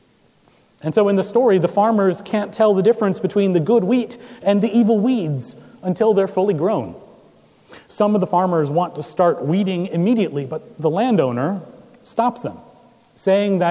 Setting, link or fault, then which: setting, large echoing room